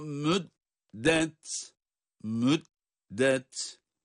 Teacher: dal harfi ince, sonra da ta'yı kendi sesiyle çıkarıyoruz